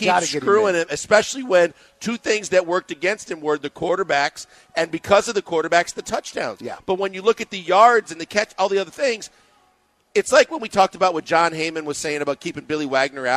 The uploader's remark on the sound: live from The Decoy